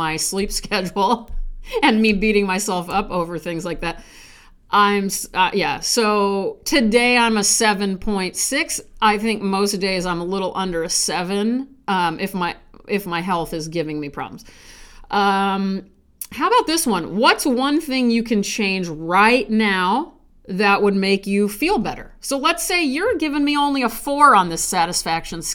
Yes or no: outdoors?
no